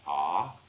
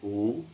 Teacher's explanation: When one pronounces Om, the sound starts in the back of the mouth, ah, and then it goes, fills the mouth cavity, oo, and then it closes at the lips, mm.